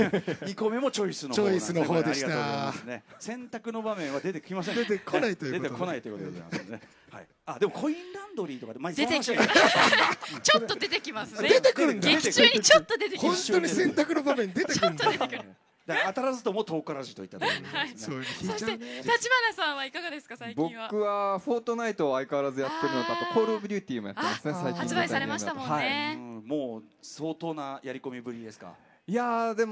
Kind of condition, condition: setting, live audience